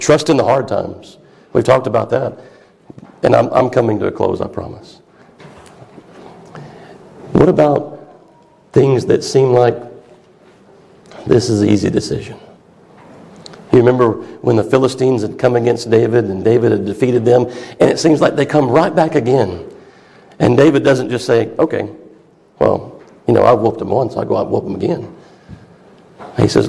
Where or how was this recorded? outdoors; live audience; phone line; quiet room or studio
live audience